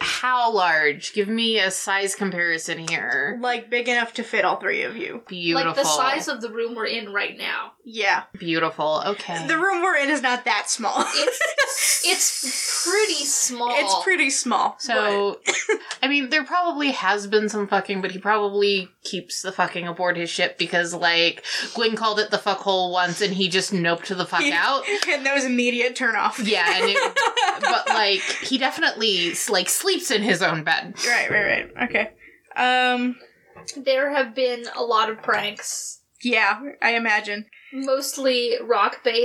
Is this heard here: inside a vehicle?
no